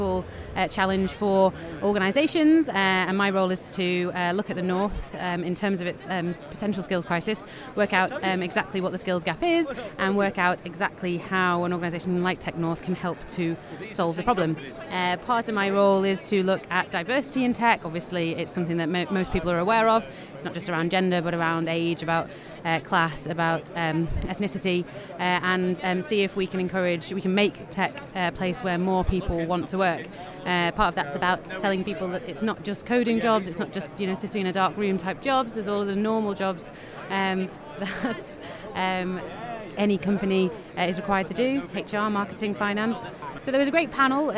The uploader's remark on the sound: TechCrunch Disrupt London 2016 Showcases Best UK Technology. We chat with some interesting people from around the venue and get their best highlights from the conference.